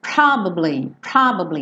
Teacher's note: Probably é uma palavra que tem três sílabas, só que essa sílaba do meio, ela é bem discreta, ela é bem escondidinha, tá bom?